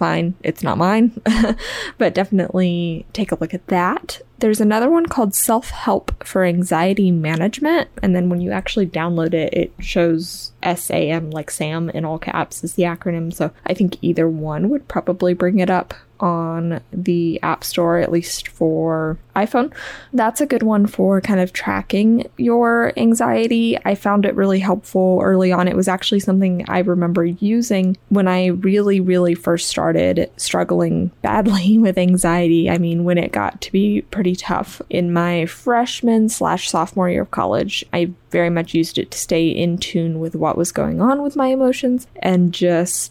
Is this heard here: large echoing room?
no